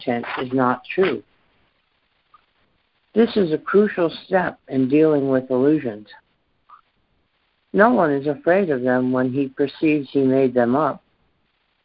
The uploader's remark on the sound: ACIM Daily Conference Call